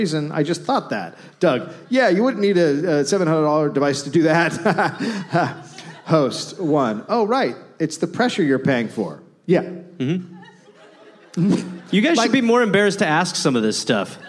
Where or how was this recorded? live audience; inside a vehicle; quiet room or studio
live audience